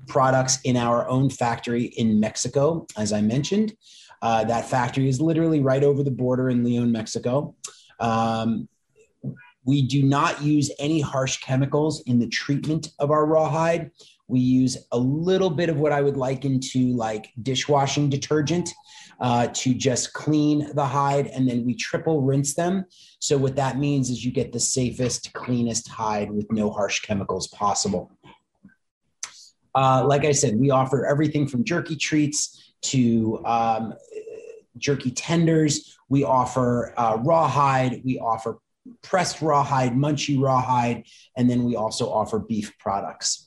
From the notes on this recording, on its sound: Listen in on a very tradeshow like conversation.